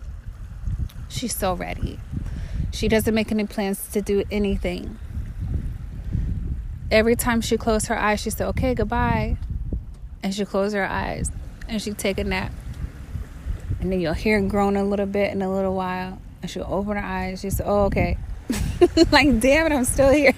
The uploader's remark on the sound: Recorded live from Bunche Beach, San Carlos Bay, FL.